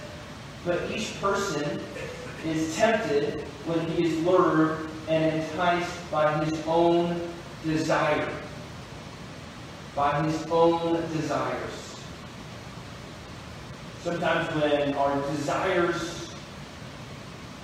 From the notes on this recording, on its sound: We apologize for the poor audio quality.